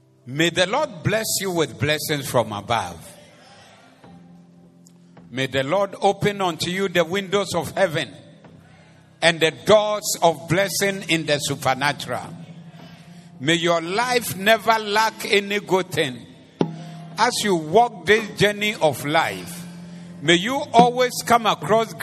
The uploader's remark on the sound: Preached at the Doxa Service 05032023